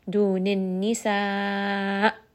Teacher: hamza is going to have a bit of jahar. So again, give it that sharp sound. It is also going to have nabr, meaning that you will raise the voice a little bit.